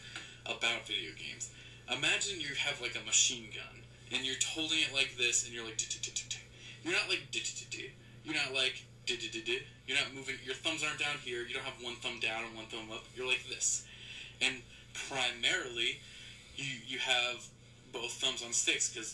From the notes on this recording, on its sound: I apologize for the audio quality i had recorded this on an old format that wasnt compatible so i had to jump through some hoops to get this audio for live.